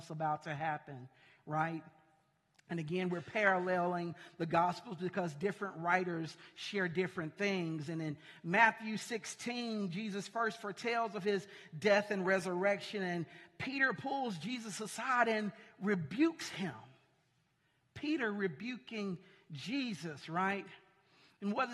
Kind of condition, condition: setting, large echoing room